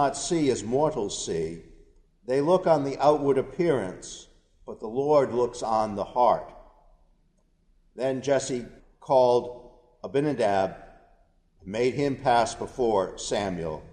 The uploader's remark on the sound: A portion of our worship service at the Old First Congregational Church in Bennington, Vermont.